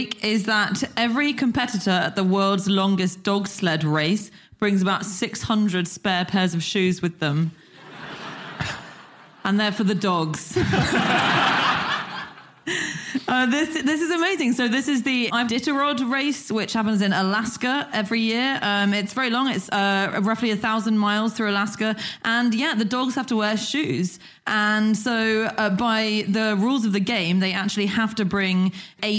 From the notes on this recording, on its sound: Live from Dublin